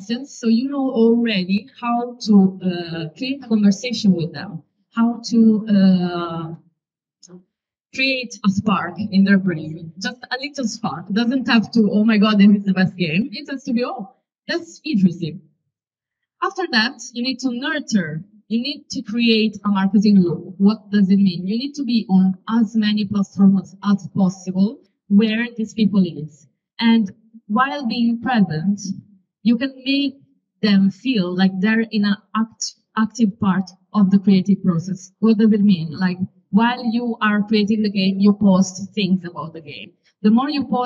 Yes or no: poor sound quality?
yes